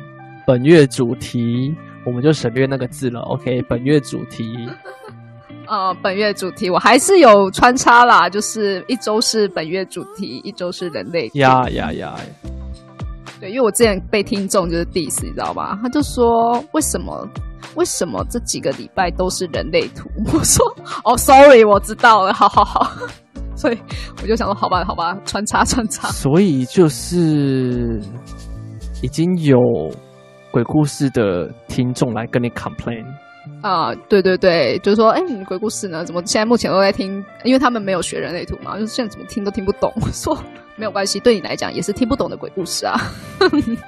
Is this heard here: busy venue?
no